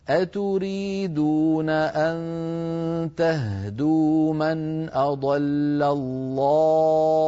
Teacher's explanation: أما الإشمام هكذا: أتريدون أن تهدوا من أضل الله. نقف بهاء ساكنة ثم مباشرة نضم الشفتين من غير صوت